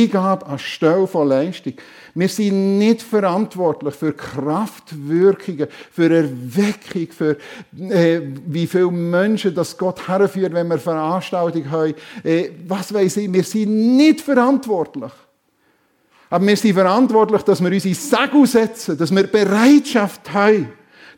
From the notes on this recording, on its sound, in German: Predigt der FEG Sumiswald an Pfingsten 2023